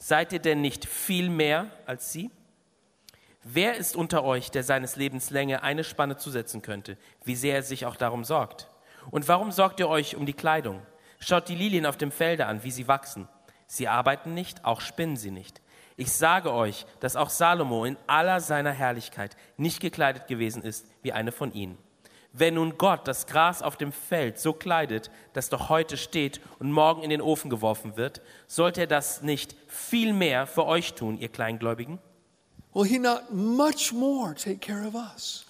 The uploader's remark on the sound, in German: aus unserem Gottesdienst